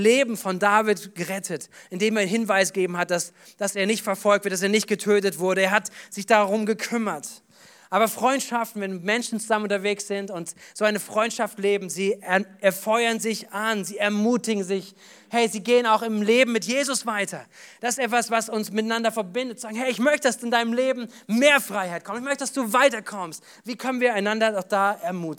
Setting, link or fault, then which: setting, large echoing room